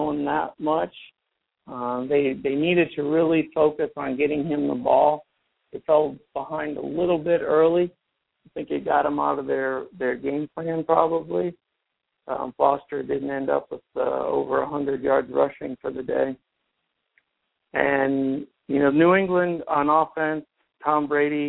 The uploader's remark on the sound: your calls and comments